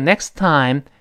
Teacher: 后面那个 t 失去爆破了，因为 time 又有别的辅音了